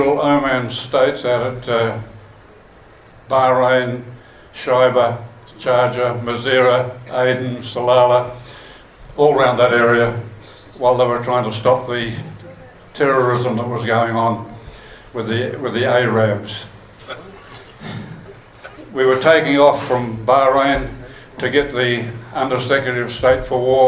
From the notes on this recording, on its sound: Recorded live during the Te Atatu RSA WONZ Forum Meet.